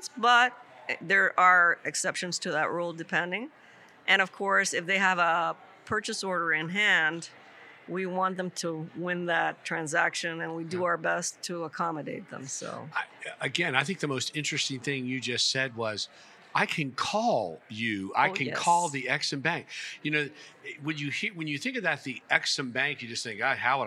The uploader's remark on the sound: Recorded live at this year’s Florida SBDC Network Small Business Success Summit hosted at The Westin Fort Lauderdale Beach Resort.